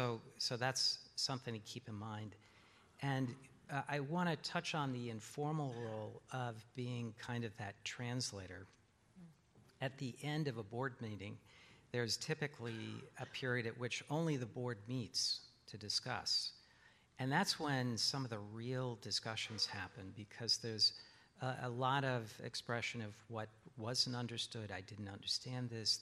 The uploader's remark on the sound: In this session recorded at CMO Summit 2022